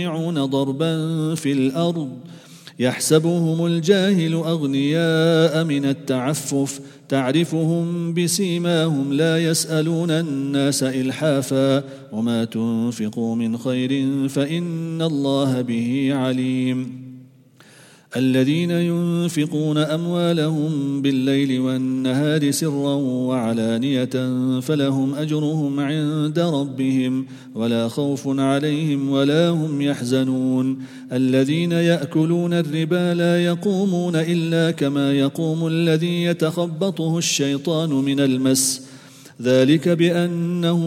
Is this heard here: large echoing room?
yes